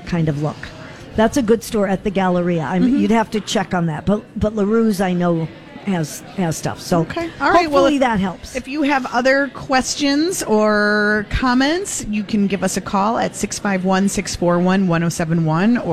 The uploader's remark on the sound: Live at General Store of Minnetonka